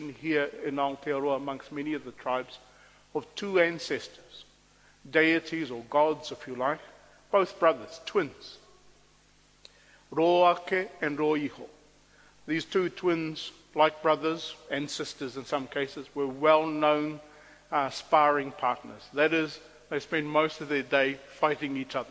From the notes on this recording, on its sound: On Waitangi Day he presented a lecture.